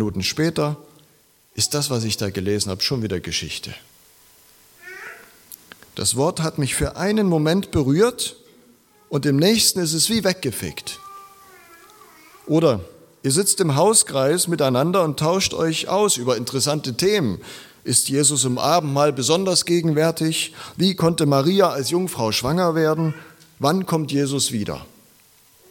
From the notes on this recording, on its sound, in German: Predigt aus der LKG Rostock